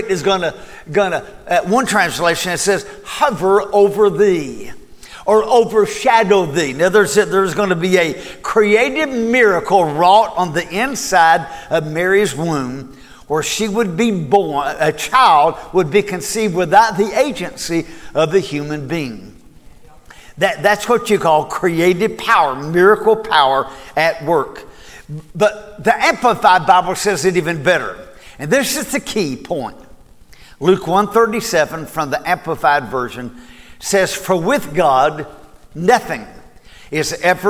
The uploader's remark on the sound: Recorded at Cornerstone Church